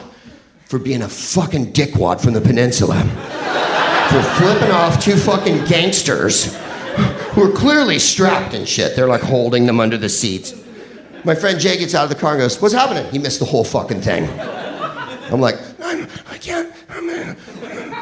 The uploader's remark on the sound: Live from San Francisco. Sketchfest show.